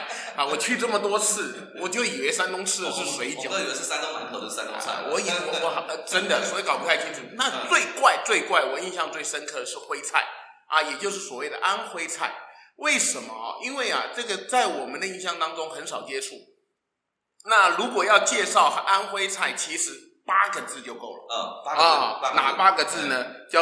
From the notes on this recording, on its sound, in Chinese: 因為第一次在教室錄音，所以出現像在防空洞裡的回音，先跟大聲說聲抱歉，也感謝您的諒解。